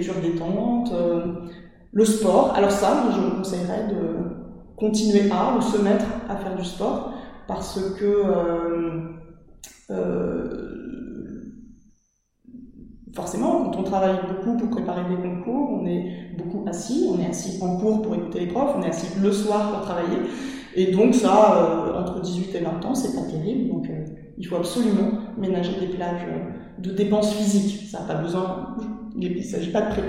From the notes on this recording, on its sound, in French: Nous avons enregistré cet épisode au sein d’une salle de classe, et nos voix résonnent quelque peu, je m’en excuse d’avance ! Nous avions changé de salle justement pour pallier à cet inconvénient, en nous installant dans une salle plus petite pour éviter tout écho … Eh bien, c’est raté.